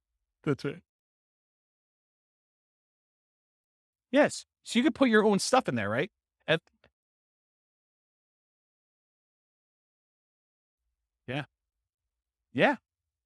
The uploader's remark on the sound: This was a live class recorded